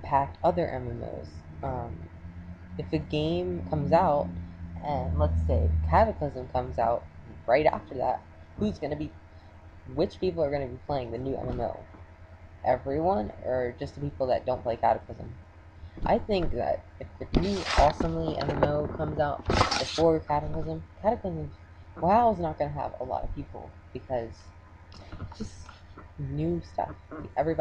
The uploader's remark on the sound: Srry for bad audio I didn't have my usual mic.